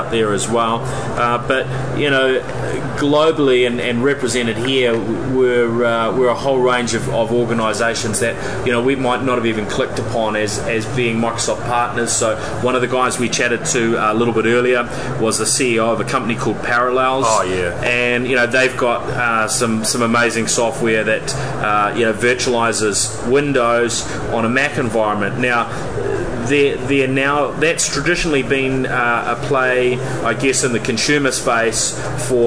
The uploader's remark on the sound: This special edition of the NZ Tech Podcast reports lives from Microsoft’s Worldwide Partner Conference (USA).